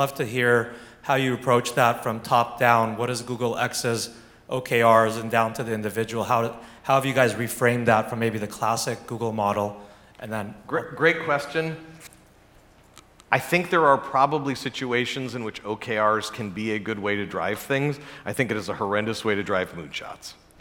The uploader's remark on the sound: recorded during the 2022 Abundance360 summit